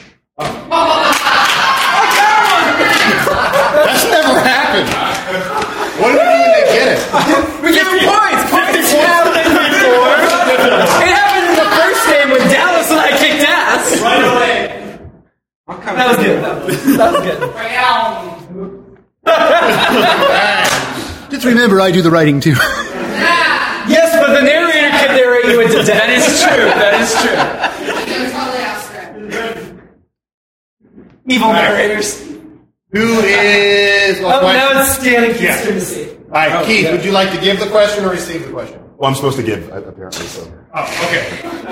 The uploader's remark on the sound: Recorded at Packrat Comics in October of 2016